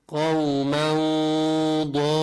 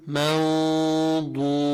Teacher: هون في فرق بين الضاد والدال، مودود. الضاد مفخمة، حروف الاستعلاء، حروف الأطباق. الدال مرققة فيها قلقل